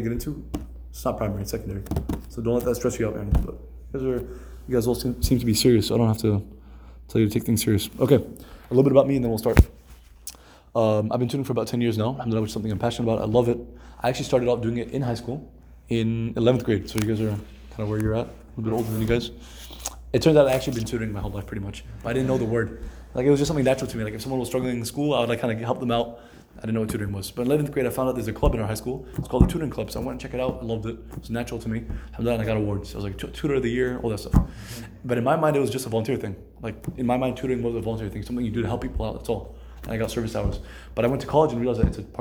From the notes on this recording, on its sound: This episode was taken during the first class in a summer SAT-prep course with high school students at the Multi Cultural Center in South East Houston.